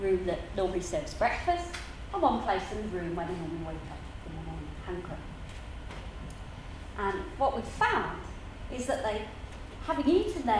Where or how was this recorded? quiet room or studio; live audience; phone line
live audience